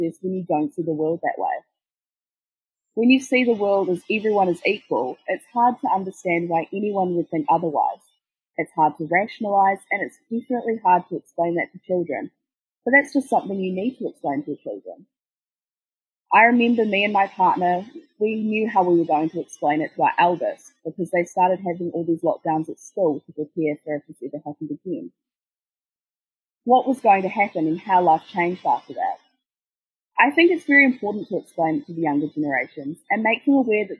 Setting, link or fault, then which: link, video call